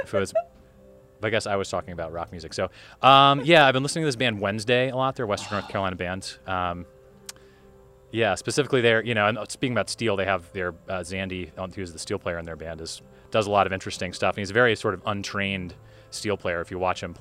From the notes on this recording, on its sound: Recorded in October 2023 at the Albino Skunk Music Festival in Greer, SC, this episode also features music from their set.